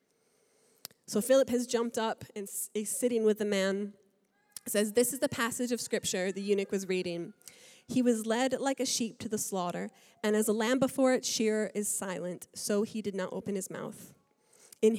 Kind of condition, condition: setting, large echoing room